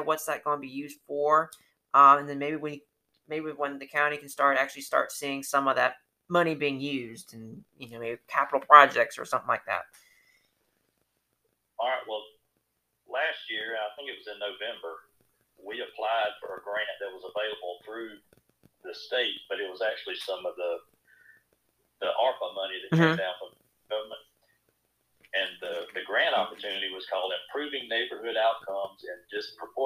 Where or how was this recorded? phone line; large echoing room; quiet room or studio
phone line